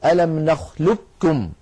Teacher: من العرب من كان يدغم القاف في الكاف إدغاما كاملا